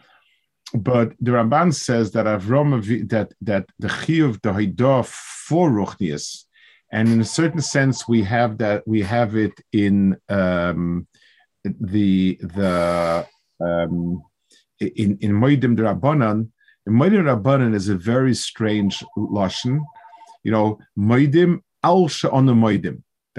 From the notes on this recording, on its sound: This shiur take place over Zoom